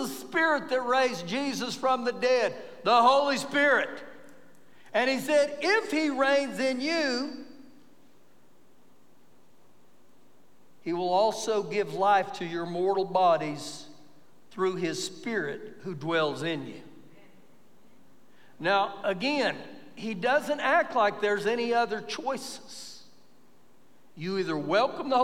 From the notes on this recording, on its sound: Recorded live during our Sunday morning service